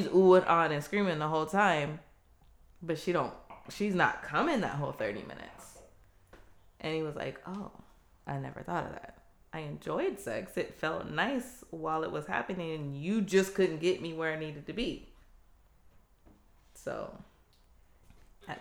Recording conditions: poor microphone